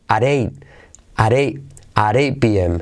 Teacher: La T de 8 casi no se pronuncia.